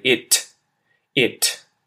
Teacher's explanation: you can say it with the aspirated T, where you say it, it.